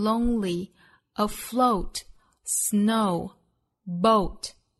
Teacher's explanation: 英音之中的双元音 o 在美音之中呢都是对应成 o 的双元音它的开口度由大到小